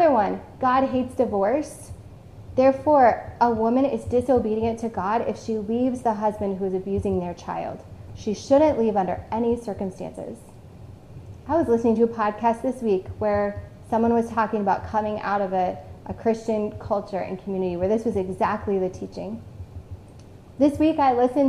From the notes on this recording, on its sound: This message was originally preached on October 10, 2021, at CityChurch in Iowa City.